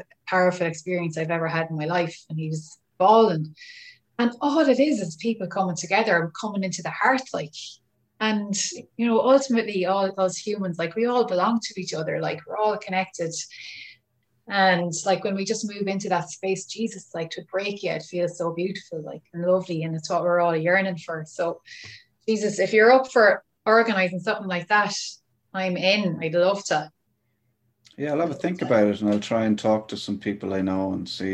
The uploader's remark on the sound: I've never met her in person but we had such a great chat on Zoom.